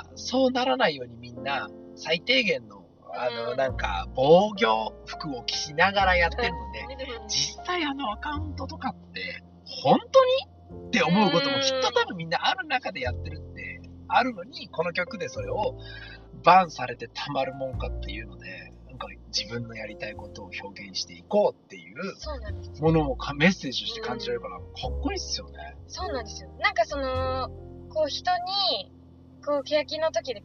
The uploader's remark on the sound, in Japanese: 今回は録音環境が悪くOPは別撮りしました。